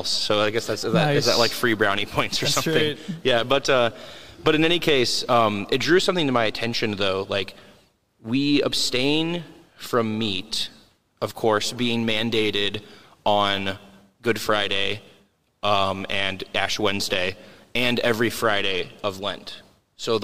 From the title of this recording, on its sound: LIVE from St. Matthias